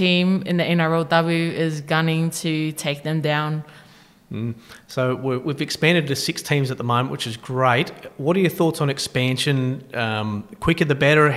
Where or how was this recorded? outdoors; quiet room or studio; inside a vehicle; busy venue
busy venue